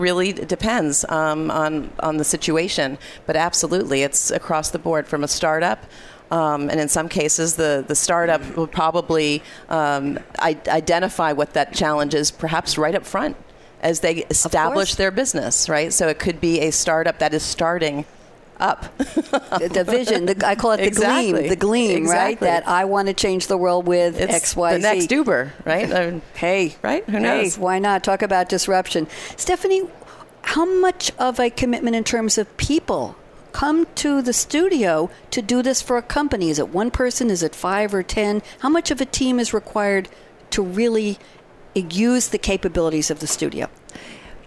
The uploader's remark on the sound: Live from Sap Sapphire Now 2017